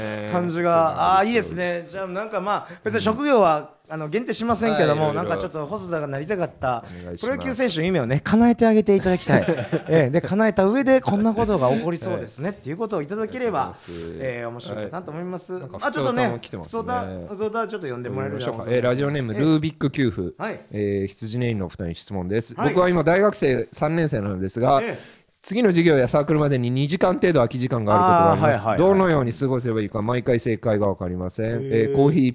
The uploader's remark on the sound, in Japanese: 公開収録